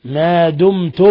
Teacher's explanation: ميم ساكنة جاء بعدها التاء، إظهار شفوي